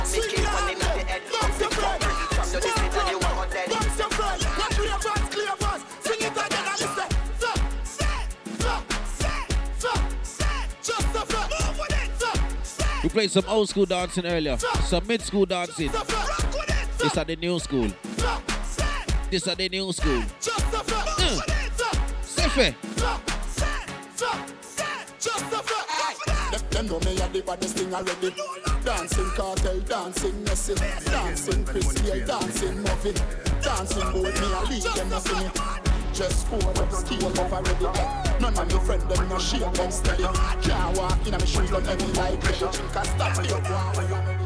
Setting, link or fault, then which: setting, busy venue